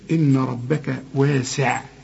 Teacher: فخم لي بس الراء وبعدين رقق الباء والكاف